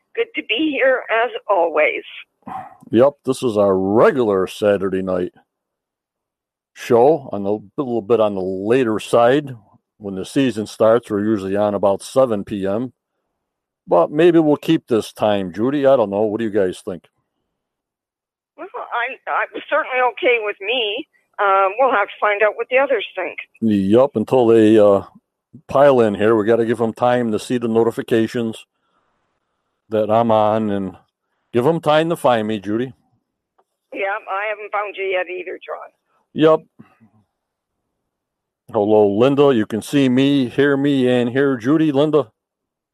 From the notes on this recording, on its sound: On the Phone !